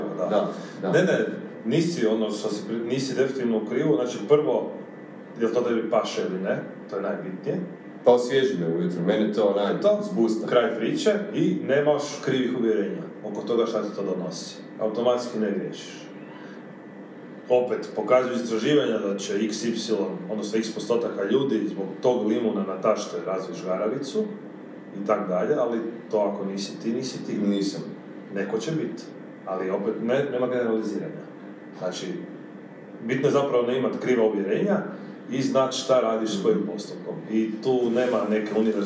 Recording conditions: poor microphone